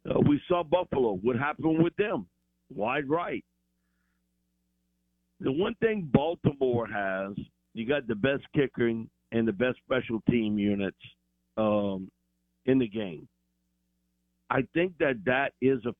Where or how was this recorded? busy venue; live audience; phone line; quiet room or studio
phone line